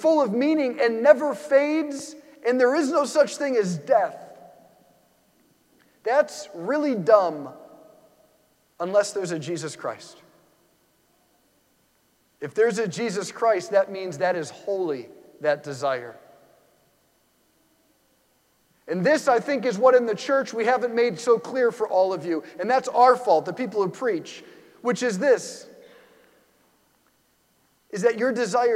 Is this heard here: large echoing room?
yes